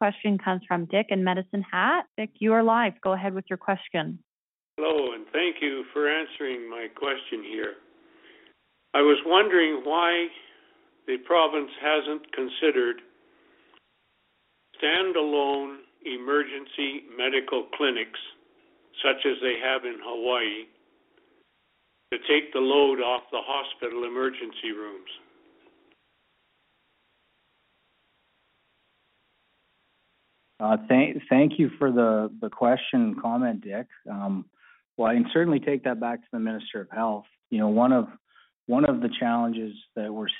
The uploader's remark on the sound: Budget 2024 Telephone Town Hall, Southern Alberta.